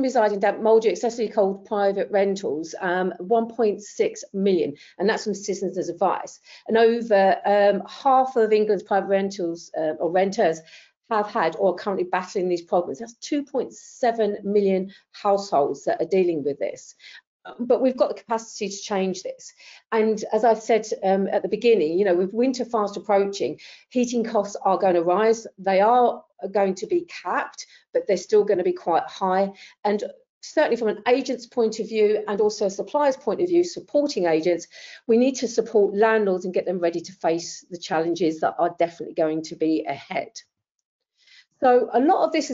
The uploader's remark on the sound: Recording to the Propertymark webinar presented by Inventory Base